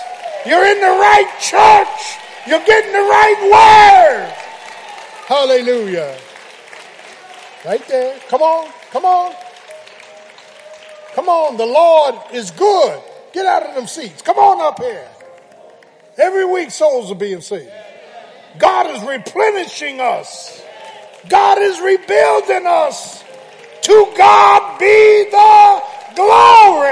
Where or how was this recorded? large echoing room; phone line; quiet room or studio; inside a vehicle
large echoing room